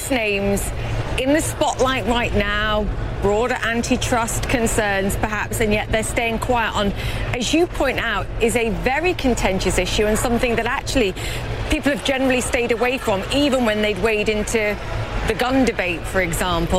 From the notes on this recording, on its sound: live from the New York Stock Exchange